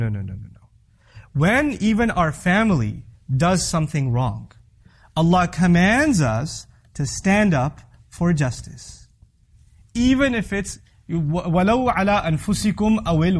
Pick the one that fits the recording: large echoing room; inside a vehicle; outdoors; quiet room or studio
large echoing room